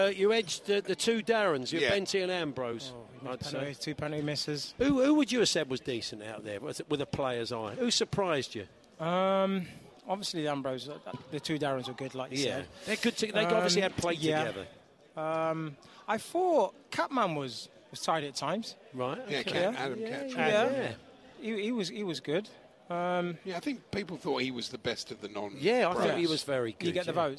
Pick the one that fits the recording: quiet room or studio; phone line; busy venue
busy venue